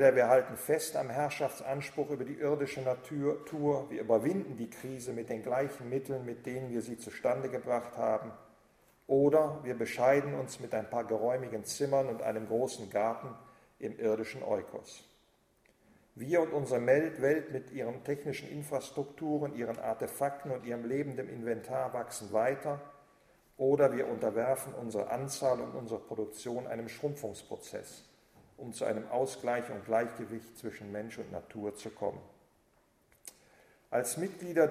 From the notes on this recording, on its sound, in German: Vortrag im Rahmen der Husserl-Arbeitstage 2009